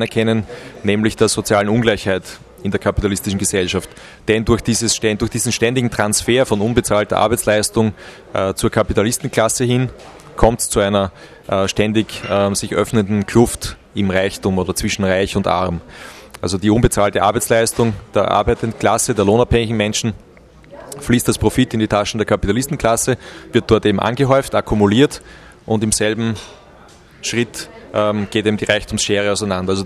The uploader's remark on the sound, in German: Die Sendung wurde im Café Weitzer in Graz aufgezeichnet